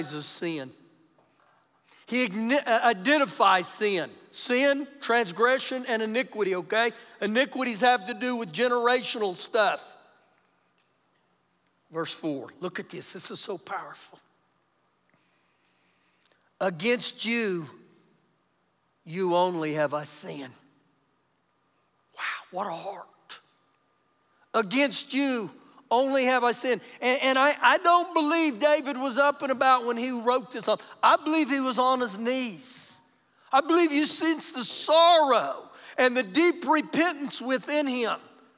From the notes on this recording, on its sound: Recorded live during our Sunday morning service